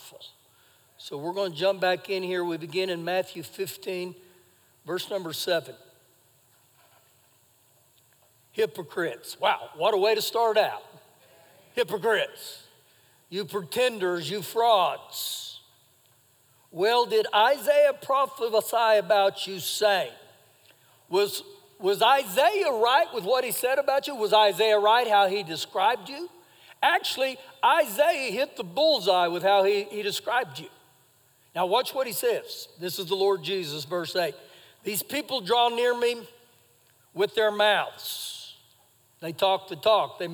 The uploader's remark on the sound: Recorded live during our Sunday morning service.